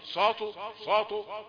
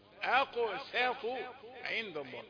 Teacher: سين رقيقة وطاء مفخمة · Shown in: second take